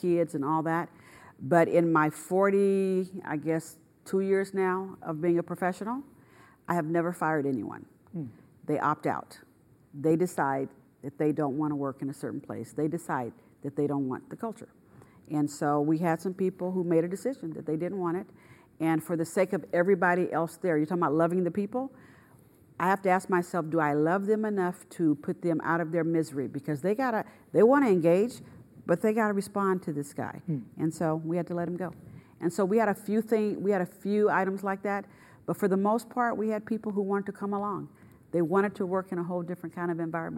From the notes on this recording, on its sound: Kirk Brennan Speaker Series. During student-led interviews and before a live audience.